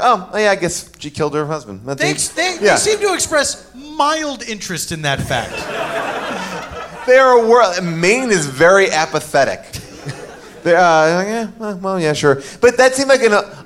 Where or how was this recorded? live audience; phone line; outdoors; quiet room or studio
live audience